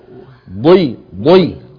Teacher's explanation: ضي من هنا من الجانب جانب اللسان · Term: الضاد